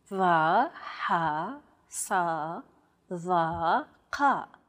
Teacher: They sound like the D, H, S, T, and Q sounds respectively, except much more tense because the throat is constricted. · Term: emphatic consonants